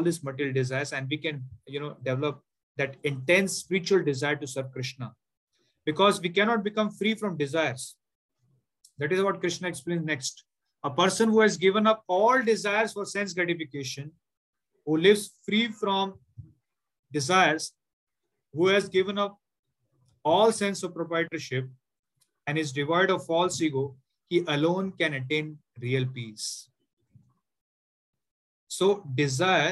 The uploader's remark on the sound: Zoom recorded class